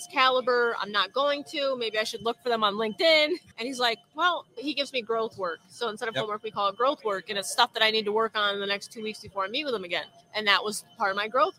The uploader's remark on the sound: We are so excited to announce that we are LIVE at the Profit Rocket Summit in fabulous Las Vegas, NV!